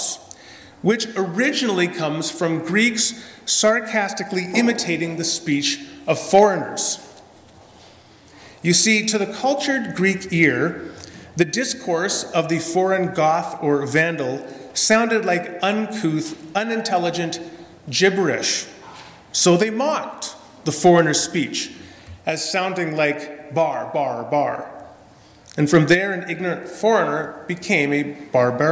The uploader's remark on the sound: This is a sermon I preached at Lendrum Mennonite Church in Edmonton, AB on Pentecost Sunday 2017.